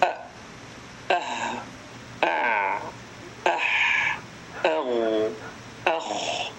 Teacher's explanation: فلتلاحظ أن الهمزة والهاء والعين والحاء والغين والخاء كلهم يخرجون من الحلق. تقول أ أه أع أح أغ أخ، جميع الأحرف الستة تخرج من الحلق، فلذلك سمي إظهارا حلقيا.